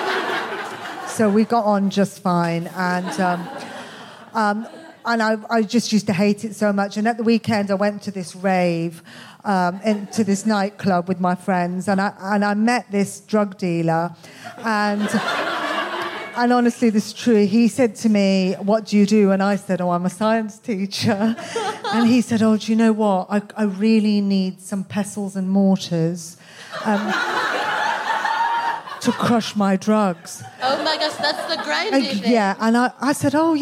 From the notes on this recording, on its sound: Recorded 17 July 2022 at 21Soho in London.